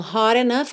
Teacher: hot enough com rarara na ligação desse T. E lembra da pronúncia dessa palavra, enough.